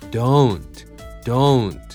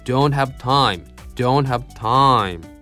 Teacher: do じゃなくて、oh、do、ね、o じゃなくて、oh っていう二重母音を使ってほしいんだよね。